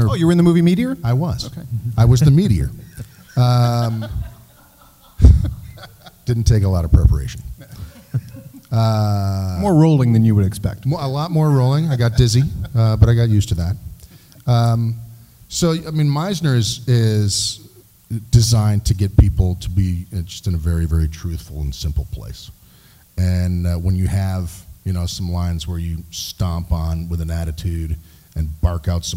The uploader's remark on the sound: Live at WhedonCon 2017